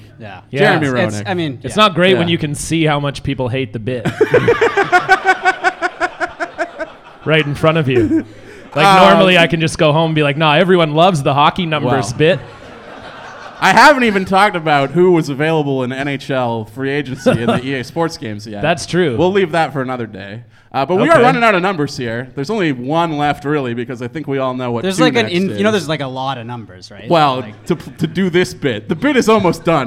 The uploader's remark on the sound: Recorded live at The HiVE Social Space in Vancouver, BC.